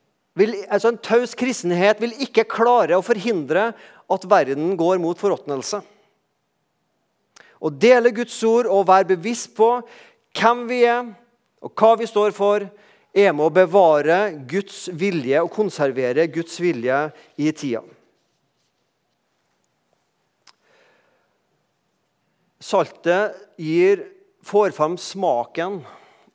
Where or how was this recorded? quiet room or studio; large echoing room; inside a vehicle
large echoing room